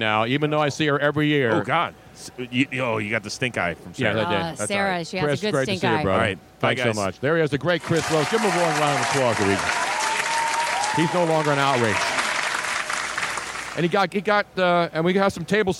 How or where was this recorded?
busy venue